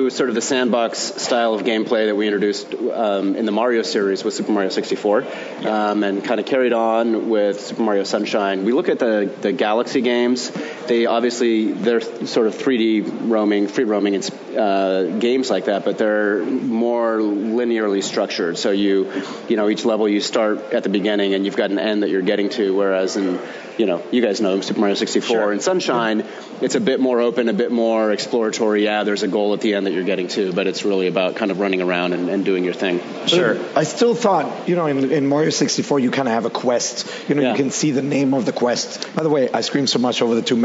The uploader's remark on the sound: A special segment of Nintendo Voice Chat was recorded at E3 2017!